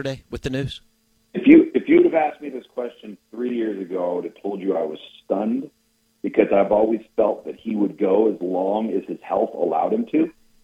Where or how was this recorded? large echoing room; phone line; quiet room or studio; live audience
phone line